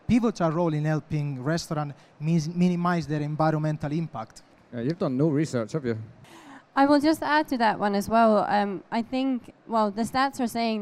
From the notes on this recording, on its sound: We thought it would be great to conduct 2 live podcast recordings on the subject of how today’s trends impact the industry of tomorrow. Questions from the audience.